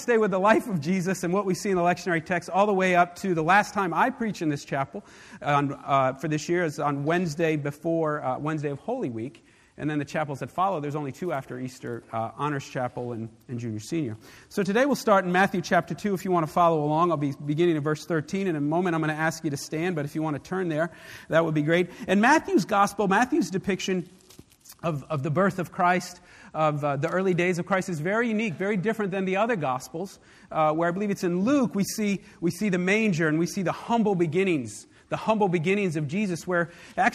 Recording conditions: large echoing room